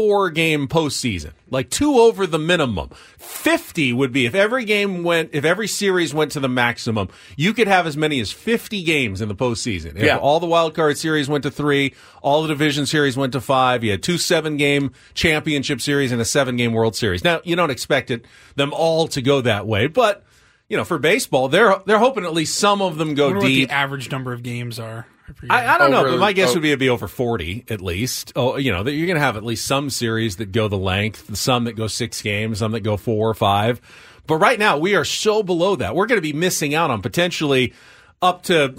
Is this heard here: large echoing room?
no